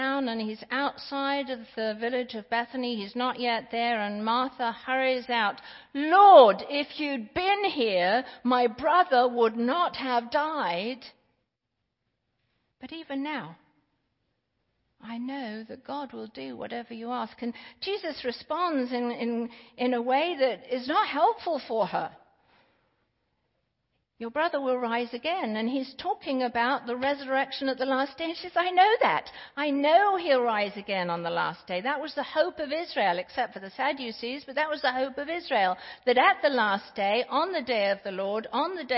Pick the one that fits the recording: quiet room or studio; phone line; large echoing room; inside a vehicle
large echoing room